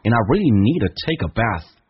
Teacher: And I really need to take a bath.第一个听力难点 And 跟 I 有连音， And 不被强调，可以弱化成一个嗯，一个鼻音